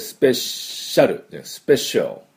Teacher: ちなみにスペシャルはですね、A ほとんど発音しません。